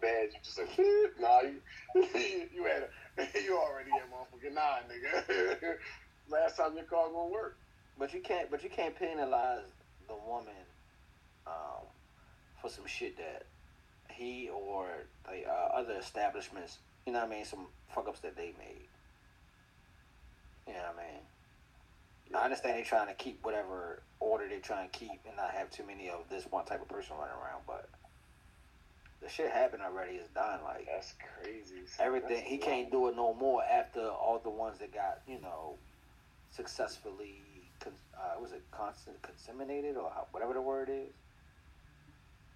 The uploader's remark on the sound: This week, we recorded remotely and it shows. Pardon the product.